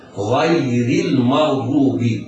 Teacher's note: الراء في غير مكسورة حكمها الترقيق